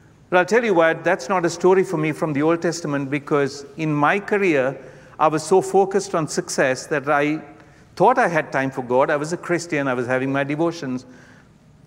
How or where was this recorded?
live audience